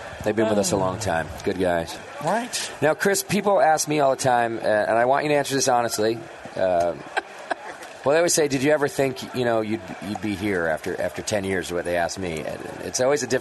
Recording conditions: busy venue